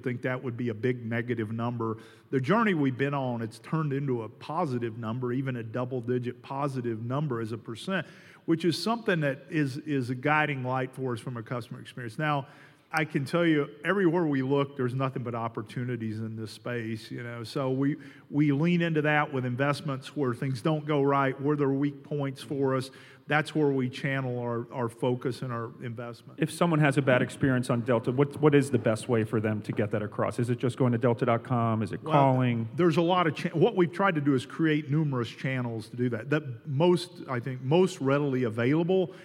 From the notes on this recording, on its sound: As part of an exclusive TPG Reader Event at the Delta Flight Museum, Talking Points went live in front of an audience of more than 200 people.